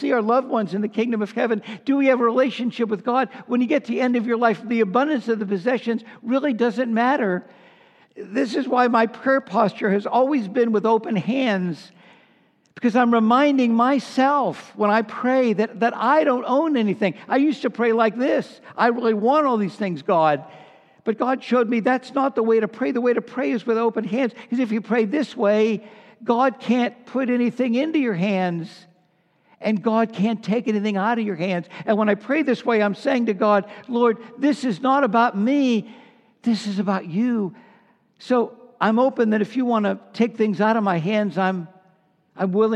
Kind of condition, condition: setting, large echoing room